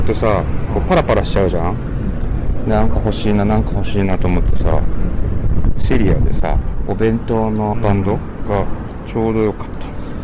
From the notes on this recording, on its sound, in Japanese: 浅草橋駅の北側の神社を巡ります。屋外ロケのためお聞き苦しいところがございますがご勘弁ください。今、浅草橋駅の東口。